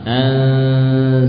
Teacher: Ya, terjadi ikhfa. Nunnya disamarkan, bukan lagi an tapi nun menjadi samar.